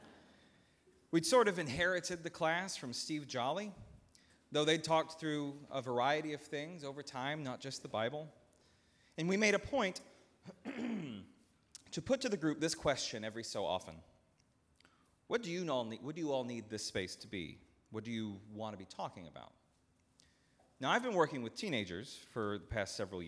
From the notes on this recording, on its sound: at Northminster Church on October 20, 2019